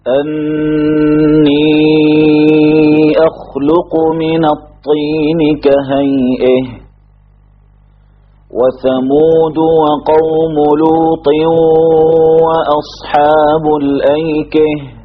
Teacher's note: أمثلة على إمالة هاء التأنيث التي قبلها أحد حروف أكهر